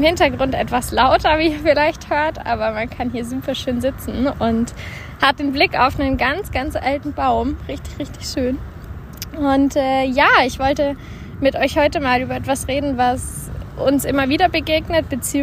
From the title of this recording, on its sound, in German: live aus der Natur